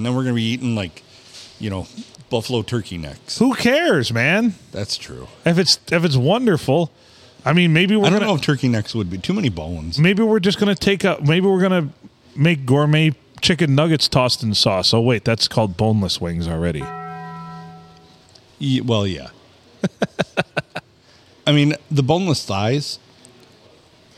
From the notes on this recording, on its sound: Recorded in Deckerville at the Silver Tavern, the Olde STD on a Monday night.